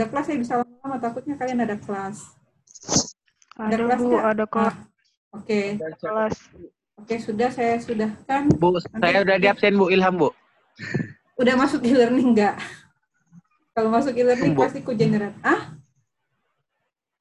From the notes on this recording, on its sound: Zoom Meeting.